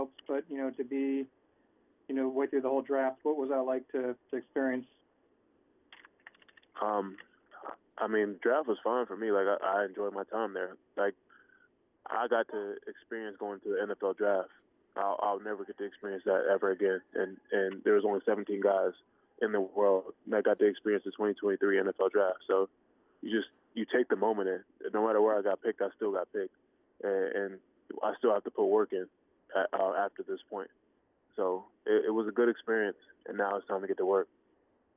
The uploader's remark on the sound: New England Patriots Introductory Media Teleconference.